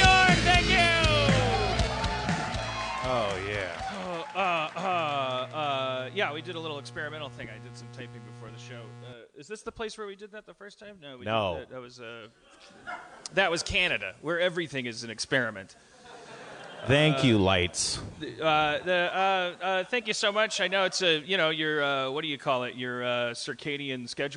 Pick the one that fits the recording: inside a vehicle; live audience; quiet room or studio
live audience